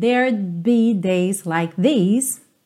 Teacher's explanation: There would be tá contraído aqui, there'd be. E você quase não escuta esse D que tá contraído, porque você já tá fechando os lábios para o som do B